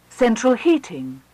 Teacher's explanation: Some have late stress. Primary stress is on the second element.